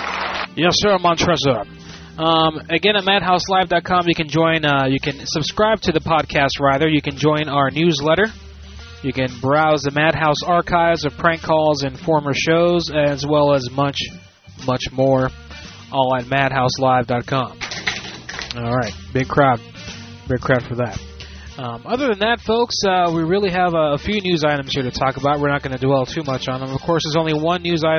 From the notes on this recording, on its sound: Prank Phone Calls